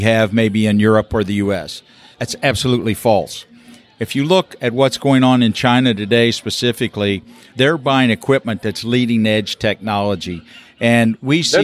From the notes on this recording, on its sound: Recorded live at a recent conference. Live podcast recording.